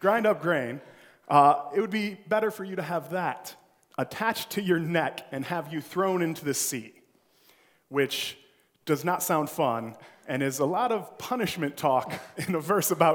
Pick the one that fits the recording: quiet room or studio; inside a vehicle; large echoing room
large echoing room